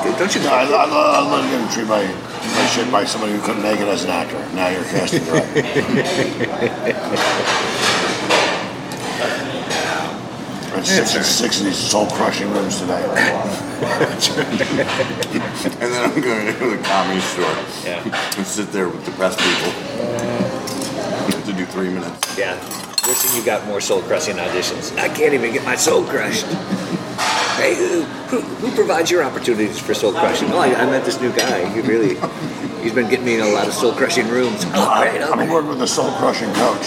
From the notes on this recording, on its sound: At Pagliacci's. Grabs a short rib panini with comedians.